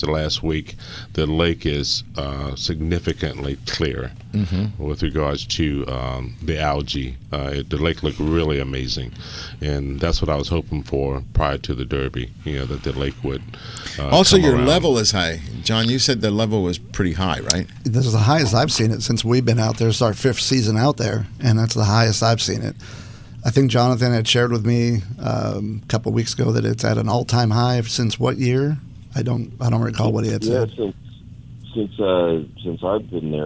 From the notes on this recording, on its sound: "LIVE" from Angel Stadium in Anaheim, CA ...